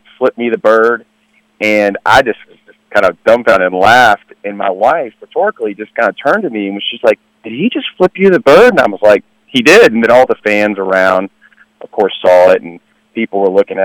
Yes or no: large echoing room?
no